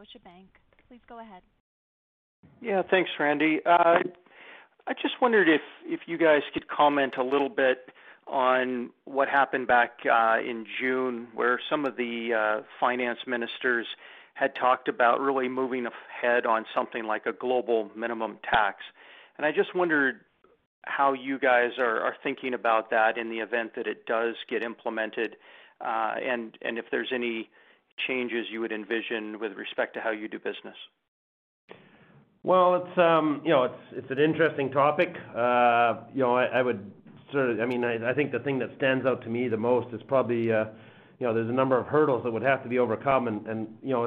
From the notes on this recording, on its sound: Second quarter 2021 earnings call for Wheaton Precious Metals Corp.